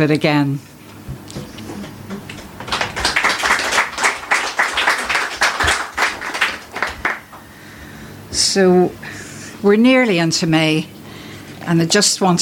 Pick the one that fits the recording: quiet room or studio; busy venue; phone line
busy venue